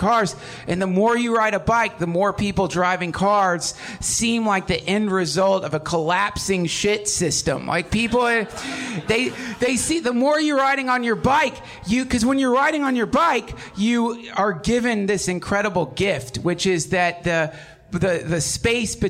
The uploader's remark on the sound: LIVE FROM THE IMPROV. Recorded in front of a live audience at the Hollywood Improv!!!